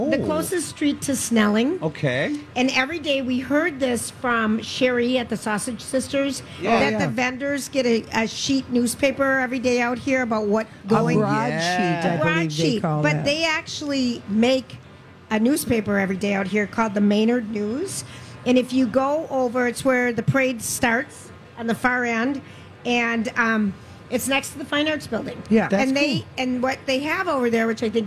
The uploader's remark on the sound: Wednesday Day 7 at the MN State Fair.